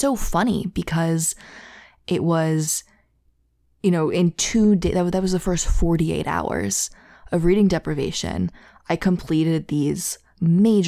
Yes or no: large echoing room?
no